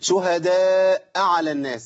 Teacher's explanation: فصلت الحرف، احسنت، شلت الهمزه من شهداء